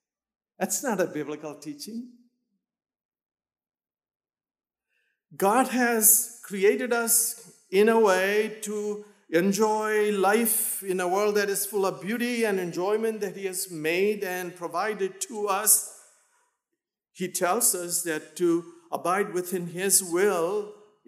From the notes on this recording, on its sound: in Emmaus chapel